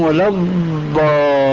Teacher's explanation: هذه ضاد ليست إلا دالة مفخمة كما يقول علماء التجويد.